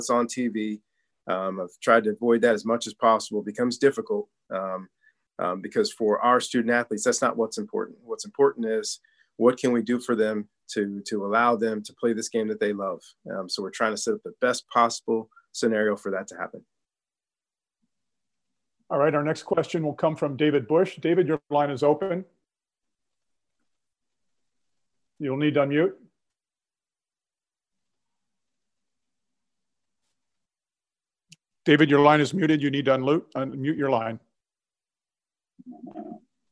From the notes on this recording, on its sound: The Pac-12 Conference held a ZOOM press conference